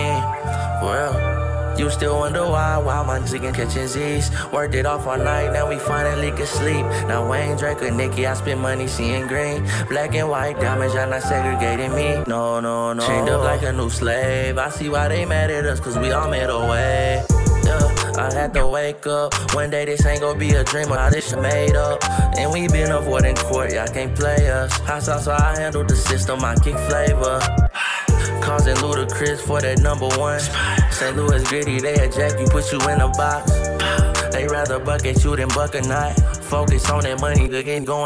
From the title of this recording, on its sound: Beyond FM Live from Pop's